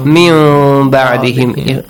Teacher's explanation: Change the noon sound into meme and hide the sound of meme.